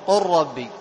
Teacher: ذهبت اللام تماما وأدغمنا الراء، أدغمناها في الراء فصارت راء مشددة · Term: إدغام محض